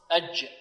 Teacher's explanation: والجيم صفتها الشدة، ينحبس عندها الصوت، ومخرجها من وسط اللسان مع ما يقابله من حلك الأعلى، مخرج الشين والياء. · Term: حروف الشدة